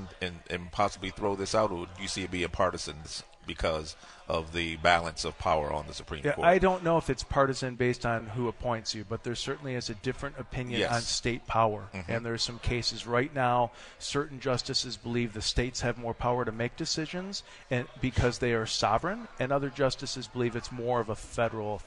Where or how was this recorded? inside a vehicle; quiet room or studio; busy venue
busy venue